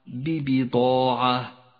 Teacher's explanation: ألف مفخمة لأنها جاءت بعد حرف مفخم هو الضاد والألف تتبع ما قبلها في الترقيق والتفخيم الإدغام الشفوي في قوله